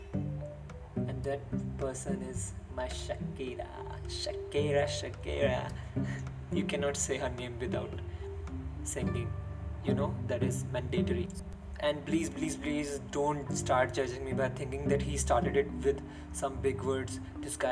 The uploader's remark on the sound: SORRY IF YOU HERE BACKGROUND NOISES BUT THE REASON FOR THIS IS THAT I DONT HAVE A MIC TO RECORD WITH. THIS WAS THE BEST QUALITY I COULD PRODUCE THROUGH MY PHONE AND THROUGH EDITING IT.